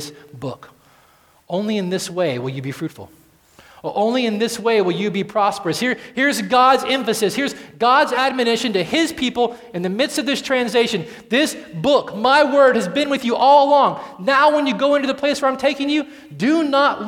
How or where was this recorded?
large echoing room